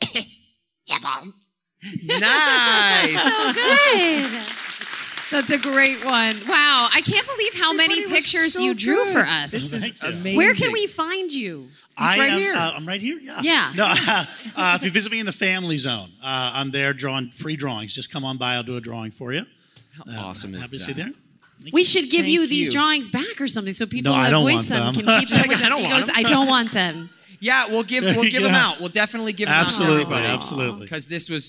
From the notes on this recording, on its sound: LIVE podcast recording at FanExpo Chicago. Our live audience.